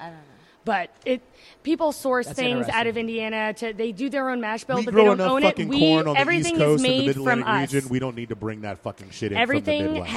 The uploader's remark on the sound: Live From One Eight Distilling